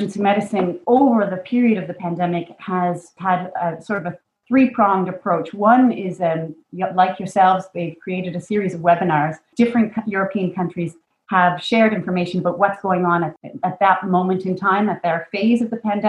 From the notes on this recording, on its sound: Podcast edited from a live webinar